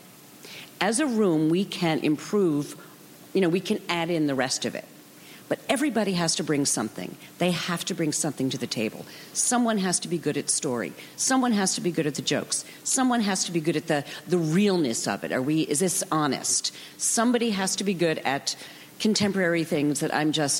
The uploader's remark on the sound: Recorded June 5, 2015 at ATX Television Festival.